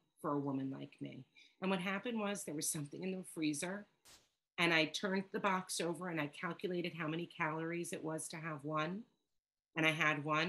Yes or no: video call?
yes